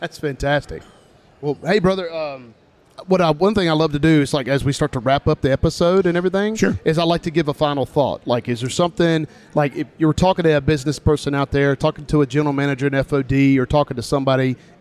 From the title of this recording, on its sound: Live at NADA.